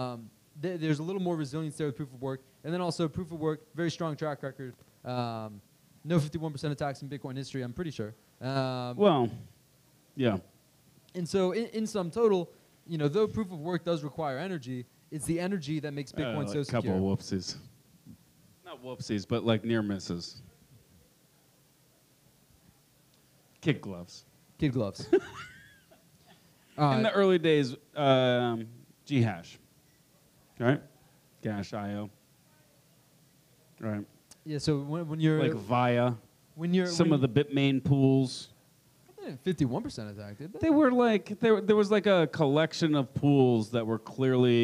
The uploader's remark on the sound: Live from Pubkey NYC!